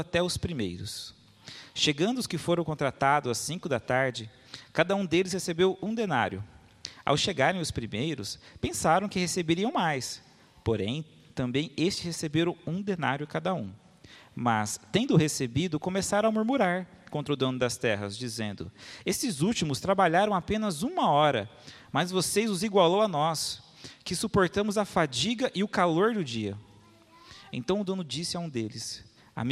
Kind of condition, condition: setting, large echoing room